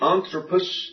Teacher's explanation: the accent is on the antepenult in the nominative singular